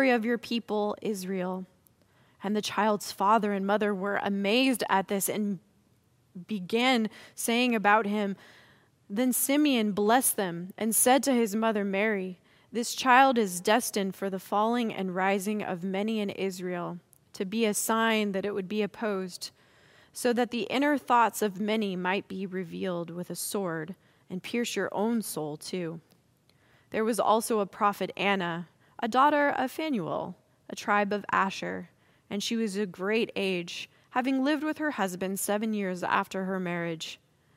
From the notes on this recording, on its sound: Message on the First Sunday of Christmas is delivered during the Traditional Worship Service. San Marino Community Church.